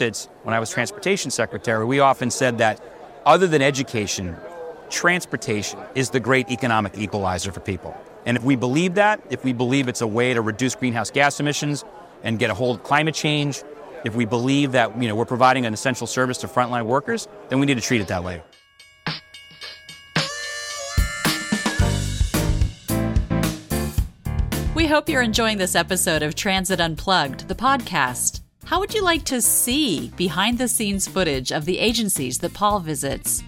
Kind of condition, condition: setting, busy venue